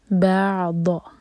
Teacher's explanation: یہ ضاد یہاں پہ دال کی آواز نہیں آئے گی